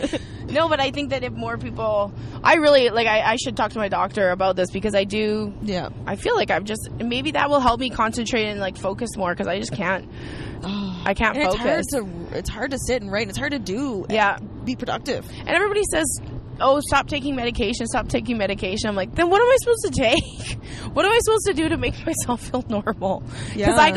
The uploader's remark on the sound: on a car ride from Moncton to the Halifax airport